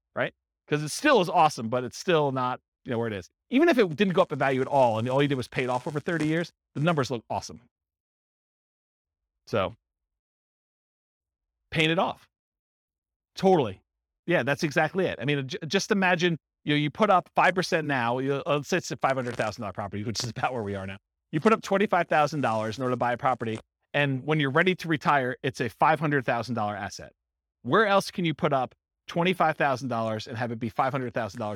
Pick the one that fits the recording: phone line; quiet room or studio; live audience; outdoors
live audience